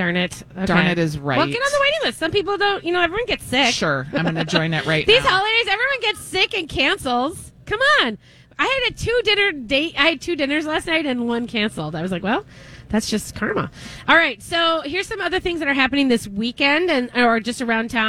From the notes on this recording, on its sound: Continue their live broadcast from Surdyk's !